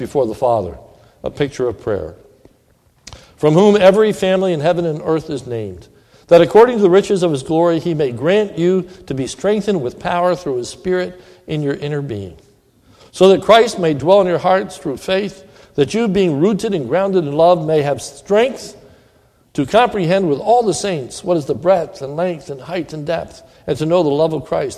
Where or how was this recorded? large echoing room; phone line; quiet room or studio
large echoing room